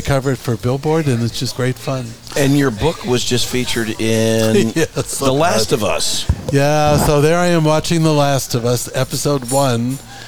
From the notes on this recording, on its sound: Recorded from the corner booth at the center of the Coachella Valley universe, Little Bar. Recorded from the corner booth at the center of the Coachella Valley universe, Little Bar.